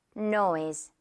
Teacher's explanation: S 이 부분은 Z 발음으로 noise 해주면 돼요